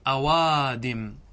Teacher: إذا اجتمع عندك همزتان والهمزة الأولى مفتوحة والهمزة الثانية مفتوحة فإنك تقلب الهمزة الثانية إلى واو فتقول أوادم.